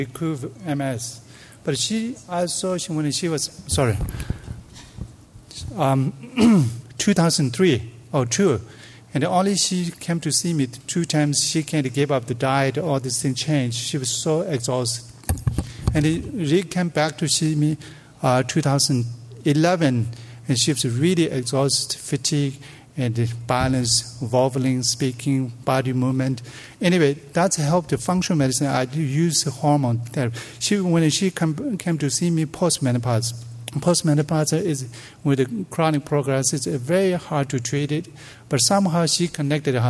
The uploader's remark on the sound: delivered these plenary talks as part of the Tibetan Medicine Conference on Mind-Body Health held at Harvard in October, 2017.